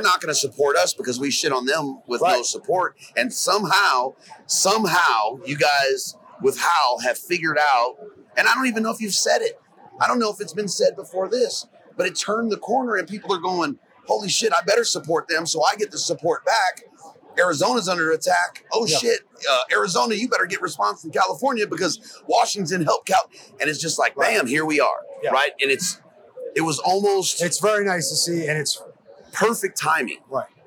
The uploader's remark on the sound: Hunt Expo Live From the Initial Ascent Mountain Dude Table. The flurry of live recordings from Western Hunting and Conservation Expo in Salt Lake continues from the Initial Ascent booth!